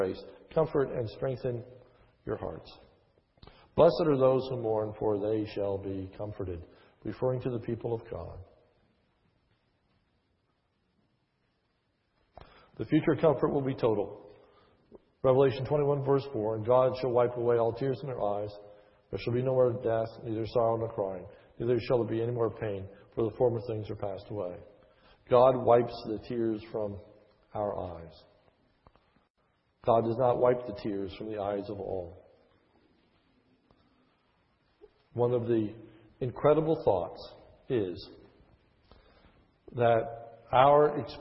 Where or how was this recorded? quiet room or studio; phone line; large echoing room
large echoing room